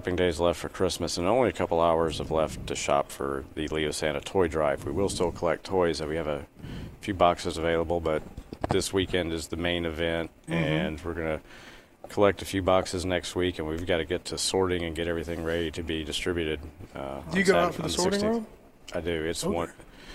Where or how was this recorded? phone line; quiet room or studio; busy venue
busy venue